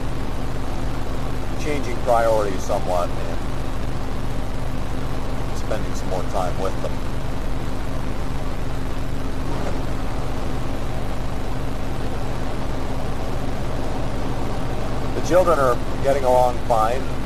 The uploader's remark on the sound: Driving into work